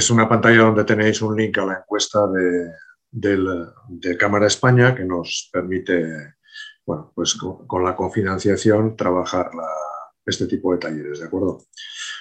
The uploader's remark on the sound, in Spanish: Hace unos dias participé en un taller en la Cámara de Comercio sobre cómo y porqué tener un buen plan de marketing. Este es el audio del webinar.